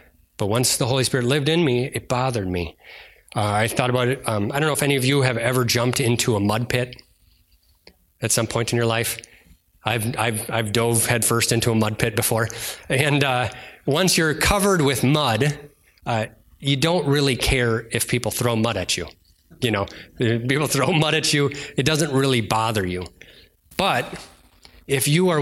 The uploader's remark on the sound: delivered on Sunday, August 20th at Bible Center Church in Maiden Rock, Wisconsin.